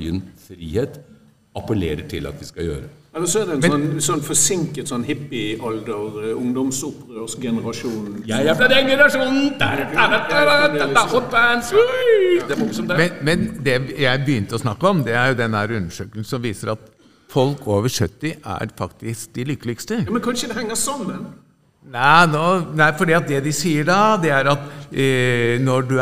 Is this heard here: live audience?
yes